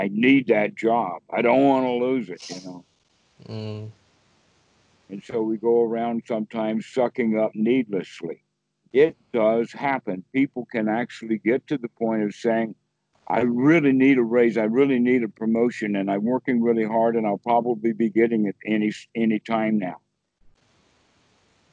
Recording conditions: video call